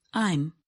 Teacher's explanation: In this contraction, the a sound in am is harder to hear. This happens because the speaker uses less force to say the vowel sound. · Term: weak forms